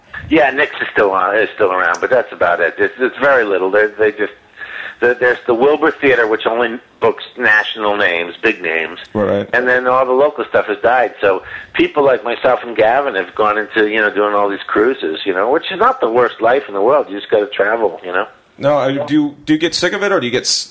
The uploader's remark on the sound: We called him on the telephone to conduct our no holds barred interview.